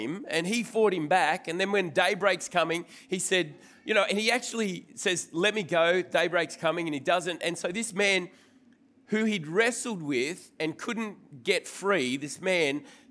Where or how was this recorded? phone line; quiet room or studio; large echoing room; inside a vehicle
large echoing room